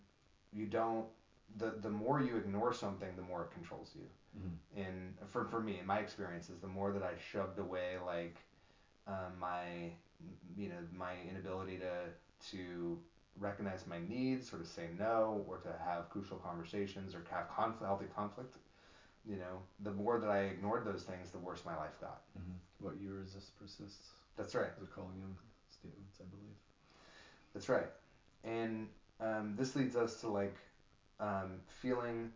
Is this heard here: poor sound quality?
yes